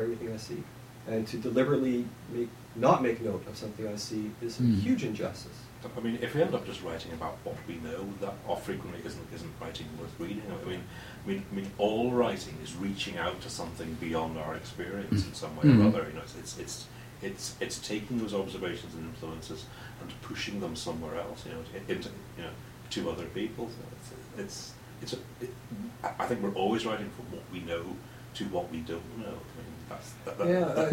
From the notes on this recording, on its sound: In Florida at the International Conference in the Arts. The sound quality is not ideal.